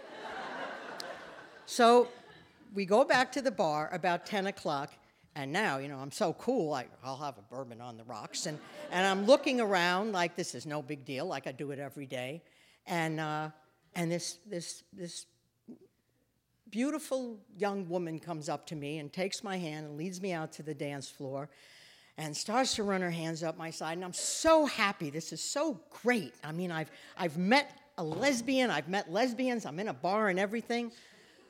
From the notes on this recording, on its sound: Recorded in front of a live audience on August 24, 2016 at Wellfleet Preservation Hall.